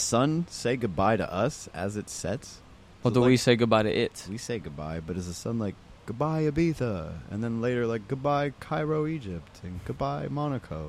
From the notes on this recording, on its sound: This first episode Filmed Live at Itaca Beach Club Ibiza Spain.